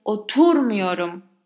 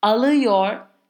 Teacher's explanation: when saying the positive form of a verb, all parts, all syllables of the word have an equal stress. · Shown in: second take · In the negative, you stress the syllable immediately before me.